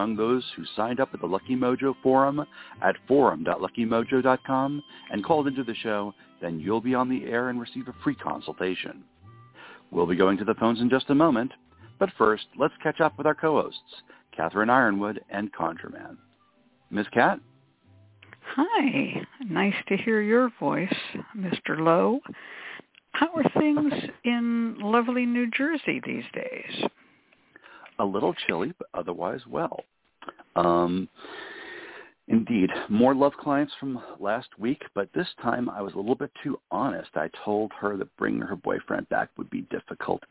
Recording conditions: phone line